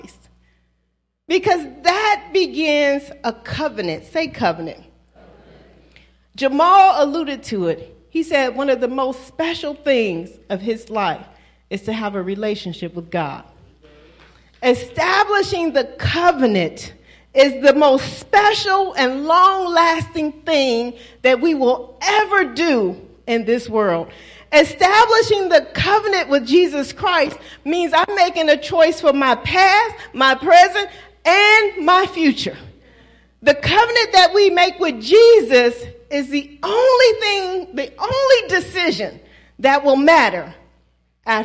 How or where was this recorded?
large echoing room